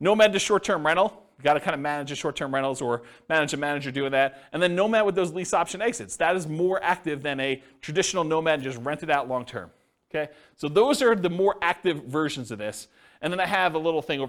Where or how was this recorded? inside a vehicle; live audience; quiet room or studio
live audience